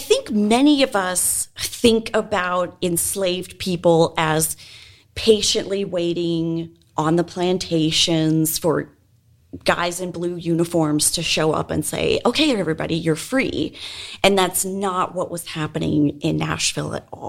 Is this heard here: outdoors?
no